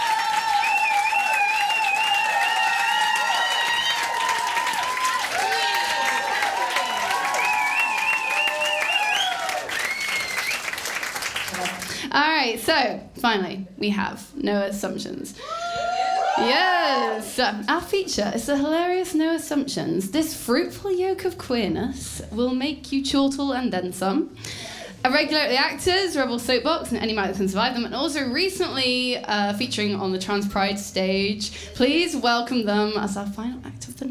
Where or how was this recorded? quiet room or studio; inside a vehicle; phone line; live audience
live audience